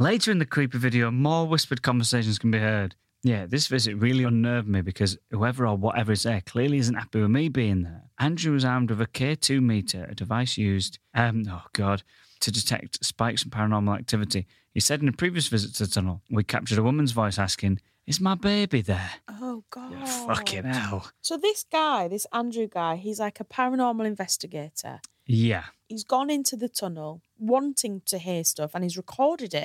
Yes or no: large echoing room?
no